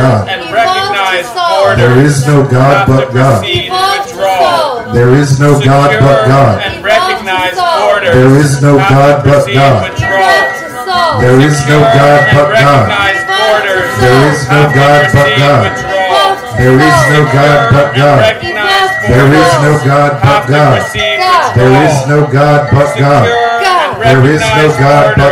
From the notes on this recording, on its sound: Recorded at Woodbine Nov 3, 2023. Recorded at Woodbine Nov 3, 2023.